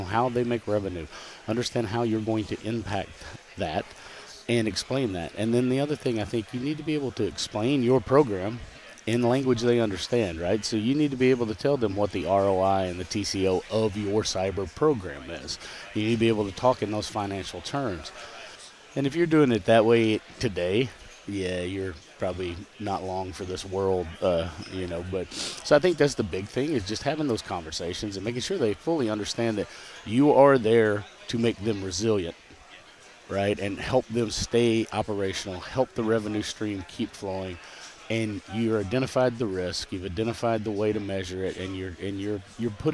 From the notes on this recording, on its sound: conducted live at RSA 2023